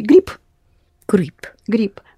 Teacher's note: when Russians pronounce their consonants at the end, the voiced become devoiced, but you do it automatically anyway if you don't put any effort into it.